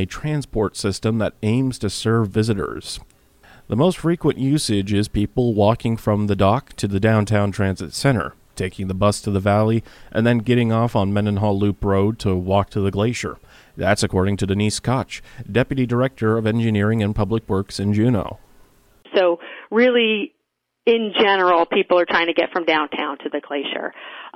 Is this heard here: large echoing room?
no